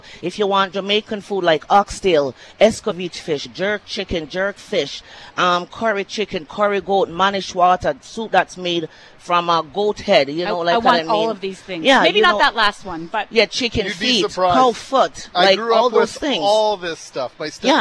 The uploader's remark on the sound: LIVE from Portage & Main.